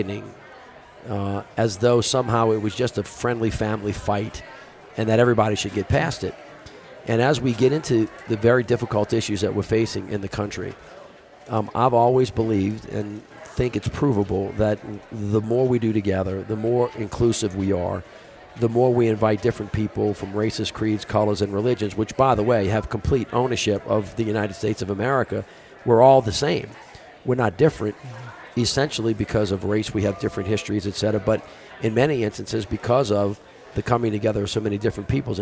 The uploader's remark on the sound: Both conversations are held at the Aspen Ideas Festival